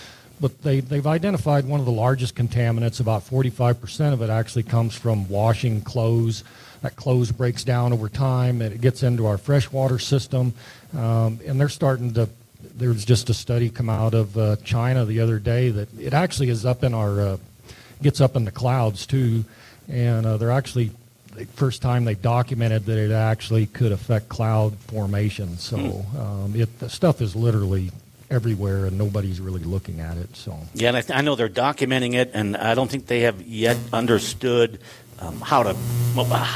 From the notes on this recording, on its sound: Live from the 140th Annual Meeting of the Montana Wool Growers Association